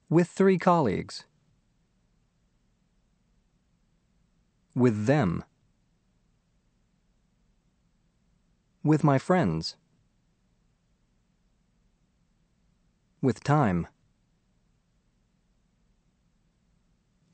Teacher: blending the final voiceless TH with the first sound in the next word